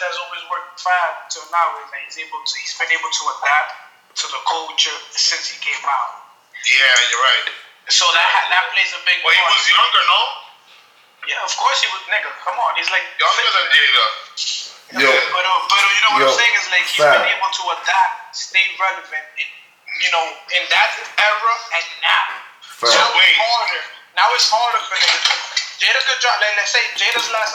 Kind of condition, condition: fault, poor sound quality